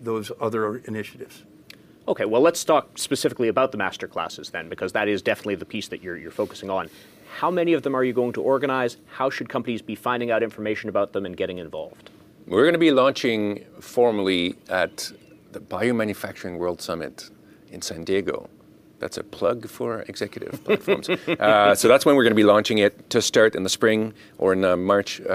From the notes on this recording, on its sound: At the most recent edition of the Pharma Manufacturing World Summit held May 15-16, 2023, in Boston. At the most recent edition of the Pharma Manufacturing World Summit held May 15-16, 2023, in Boston.